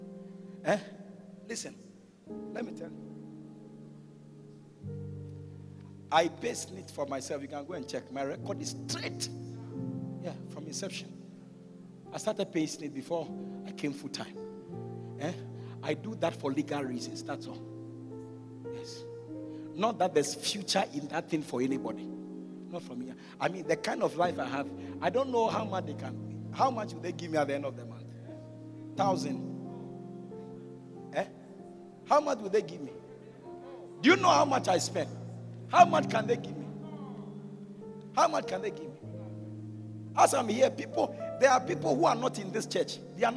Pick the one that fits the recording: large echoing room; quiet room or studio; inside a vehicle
large echoing room